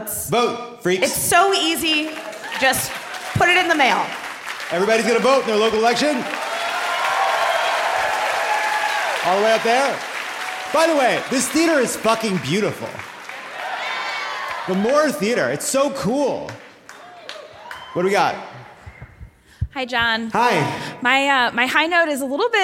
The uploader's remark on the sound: Live from Seattle!